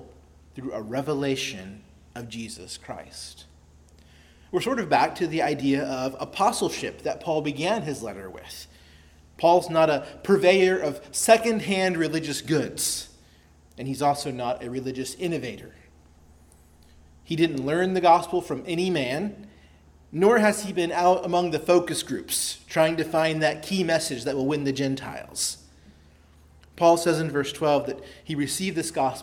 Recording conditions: large echoing room